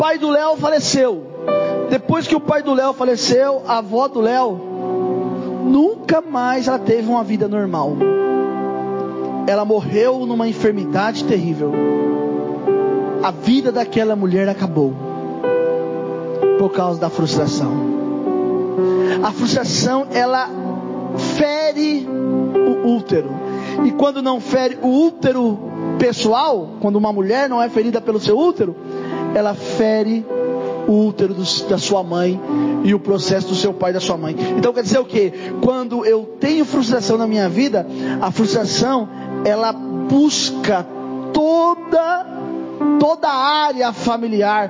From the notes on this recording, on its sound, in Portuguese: Mensagem gravada em 07/01/2024 - Culto da Família